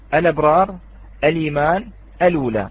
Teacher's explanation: فلاحظنا في الأبرار اللام أصبحت مفتوحة، في الإيمان أصبحت اللام مكسورة، في الأولى أصبحت اللام مضمومة · Term: النقل